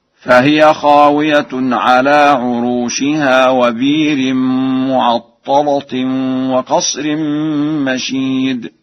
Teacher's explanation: فقد قرأها ورش بإبدال الهمزة وتغليظ اللام